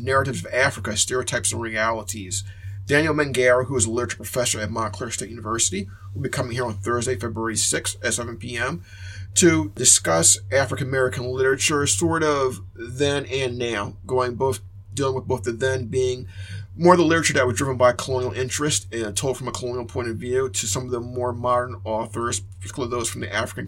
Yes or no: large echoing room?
no